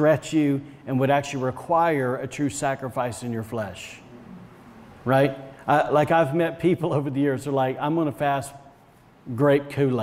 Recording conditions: large echoing room